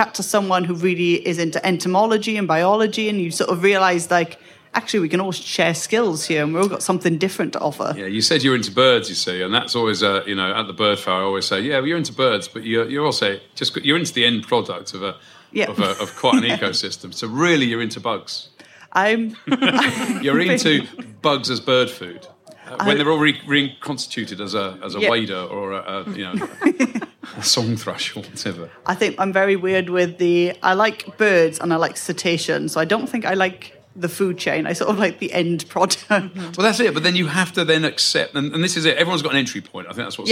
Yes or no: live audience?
yes